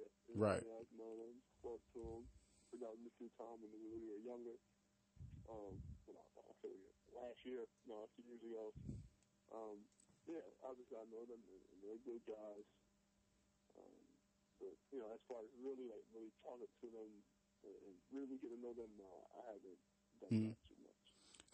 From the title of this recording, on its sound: Live phone interview